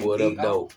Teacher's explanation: You can take th and make it sound like d.